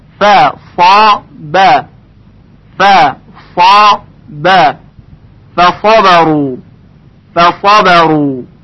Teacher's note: ف از حروف استفال هست یعنی ترقیق میشه، صاد استعلاء داره یعنی تفخیم میشه و ب باز ترقیق میشه